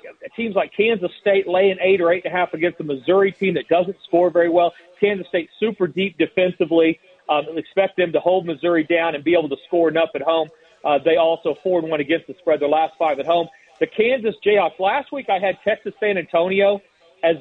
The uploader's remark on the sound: live from Black Gold Golf Course in Yorba Lina